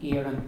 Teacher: In the diphthong, you hear the two vowels, but the first one's slightly longer than the second one